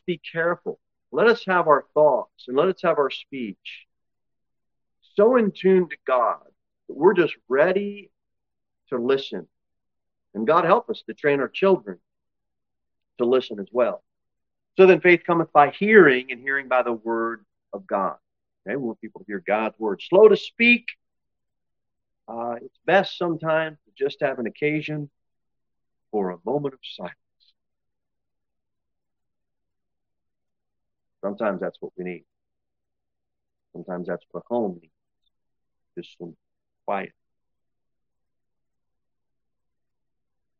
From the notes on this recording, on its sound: Sermon delivered at Pilgrim Baptist Church on Sunday, August 6, 2023